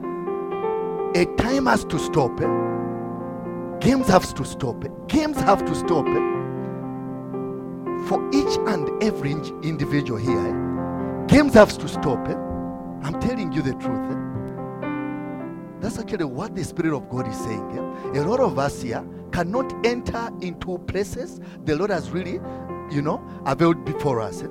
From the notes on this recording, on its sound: From the Limitless Worship Fellowship.